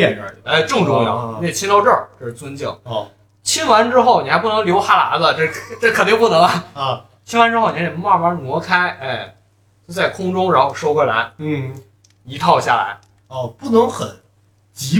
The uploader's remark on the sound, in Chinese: 我们这次尝试了新的录音设备，新设备尚未调整好，音质有所下降